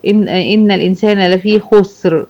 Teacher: طب خسر، إن الإنسان لفي خسر، هنا الراء هتسكن نتيجة الوقف، قبلها سين ساكنة، أبص على حركة الحرف اللي قبلها ألاقيها خاء مضمومة، يبقى تفخم